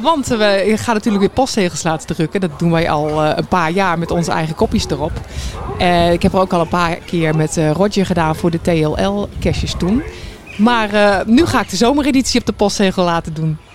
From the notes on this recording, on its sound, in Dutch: opgenomen in de Efteling